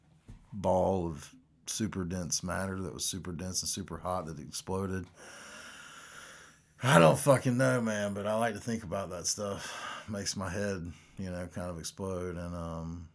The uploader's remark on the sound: First recording with new microphone and interface so turn down the volume